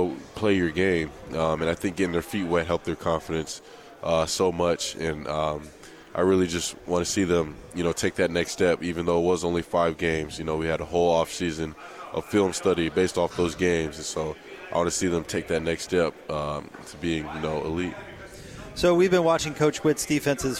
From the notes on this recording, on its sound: LIVE from Pac-12 Media Day in Los Angeles, CA.